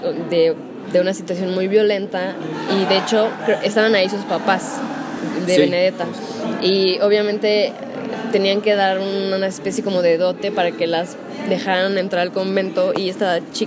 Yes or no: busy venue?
yes